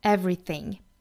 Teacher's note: 中间的这个小小的的这个音呢，就把它丢掉了，直接 v 和 re 放在一起了